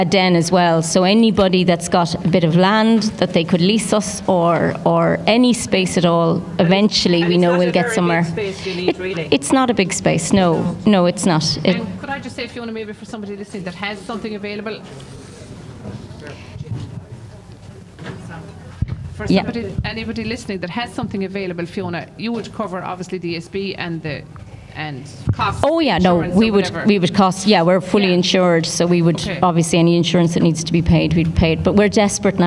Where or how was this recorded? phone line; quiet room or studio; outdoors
outdoors